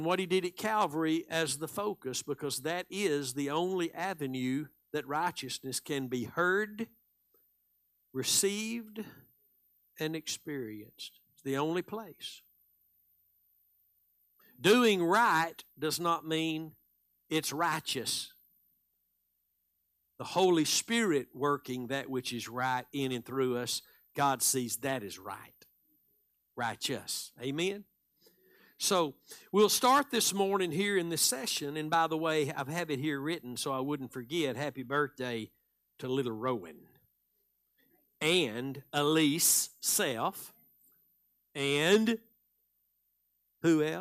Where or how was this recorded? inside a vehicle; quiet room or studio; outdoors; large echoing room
large echoing room